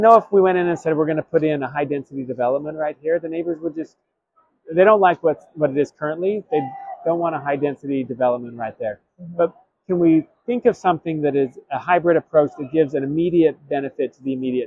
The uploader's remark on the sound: at the Government Finance Officers' Association 2023 annual conference in Portland, OR